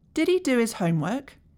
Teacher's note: the H from he and the H from his are both missing. They've been deleted. · Term: deletion